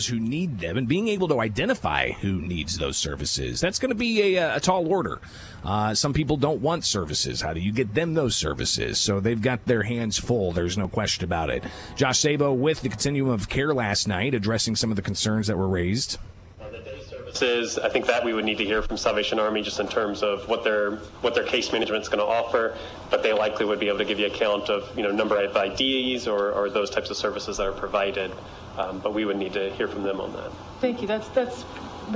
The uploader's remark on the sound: Live from the Illinois State Fair